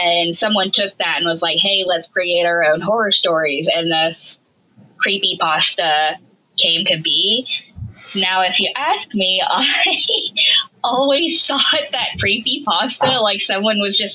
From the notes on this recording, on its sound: Decreased audio quality due to inclement weather in the south.